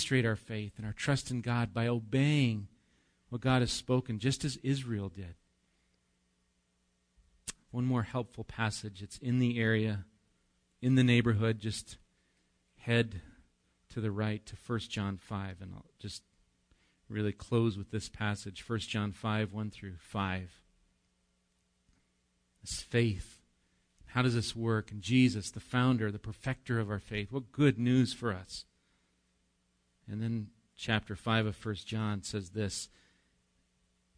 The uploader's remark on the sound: Recorded live at Bethany Bible Church on 4/7/19